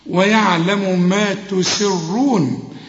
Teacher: يبقى أنا أرقق السين وأفخم الراء